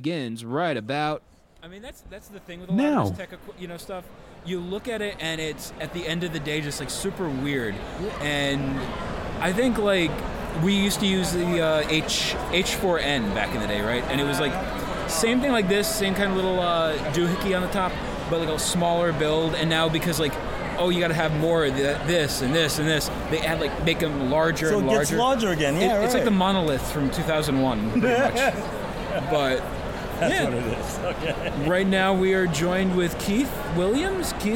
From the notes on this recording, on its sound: Exclusive interviews from folks at East Coast Comic Con. As well as a panel. If you hear the laundry going downstairs.